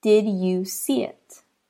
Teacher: the next letter combination is D plus Y, and that creates the J sound.